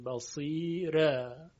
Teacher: در بصیرا که خب قاعدهشو قبلا توضیح دادیم، حرف را در آخر کلمه واقع شده، ما قبلش هم یا مدی هست و طبق قاعده اینجا حرف را ترقیق میشه